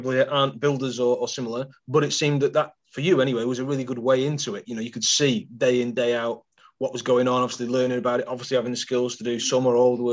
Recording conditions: video call